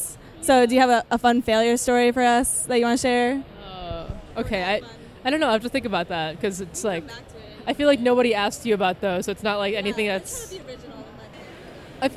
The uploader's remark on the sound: Interview at New York Comic Con 2016